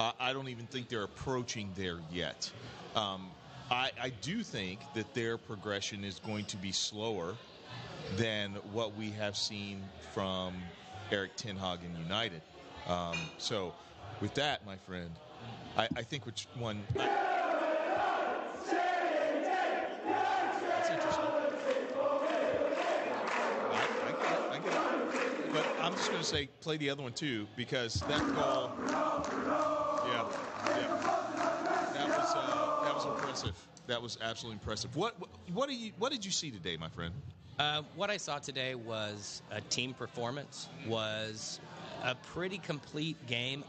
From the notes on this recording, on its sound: We’ll be watching live from our favorite local pub, and things are sure to be raucous.